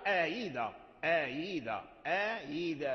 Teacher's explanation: فنافع يسهل الهمزة الثانية، فيقرأ آيذا، آيذا، آيذا بين الهمزة والياء، آيذا ماشي ها، آيذا خطأ لحن، آيذا كما يقرأها الناس، آيذا لا، المسهل لا يرجع هاء، إنما تنطق بصوت ممزوج مخلوط بالهمزة والكسر والياء، آهيذا آهيذا آهيذا آهيذا. · Term: تسهيل